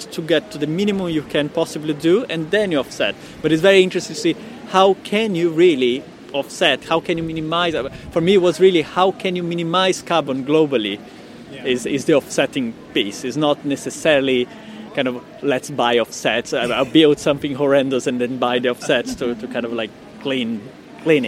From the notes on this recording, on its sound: This episode was recorded at the Footprint+ Conference in Brighton. We recorded this with a single microphone sitting outside near to the beach so there is background noise.